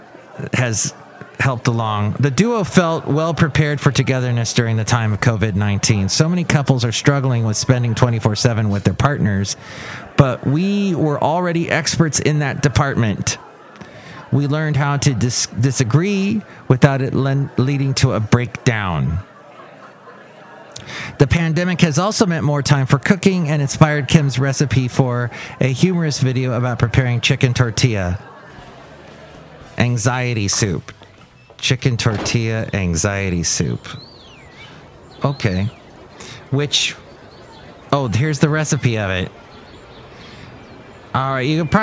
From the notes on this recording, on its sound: podcasts live from Cafe Anyway